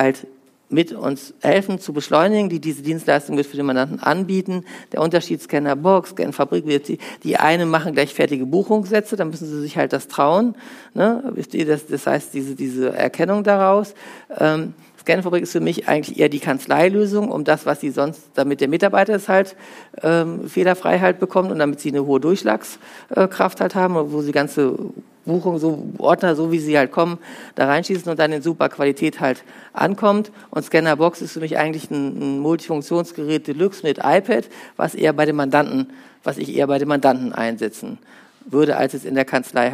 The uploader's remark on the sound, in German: Ein Vortrag von der Steuerfachtagung + Zukunftskongress Celle des StBV Niedersachsen Sachsen-Anhalt